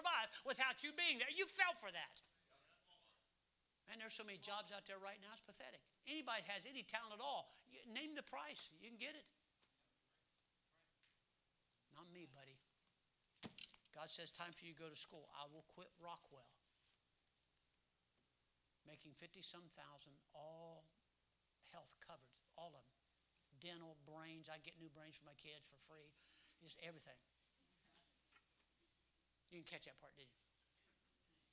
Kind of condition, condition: setting, large echoing room